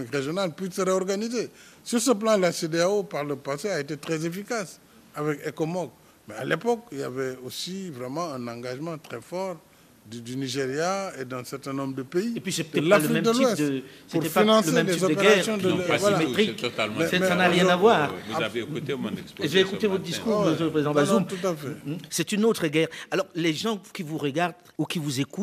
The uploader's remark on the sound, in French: Un débat enregistré à l’occasion de la 7ème édition du Forum international de Dakar pour la paix et la sécurité en Afrique.